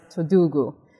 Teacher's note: We still need the copy vowel insertion, so it becomes totuku, and then you need to voice not just the k, but now the t is in between two vowels here, so it comes out as todugu.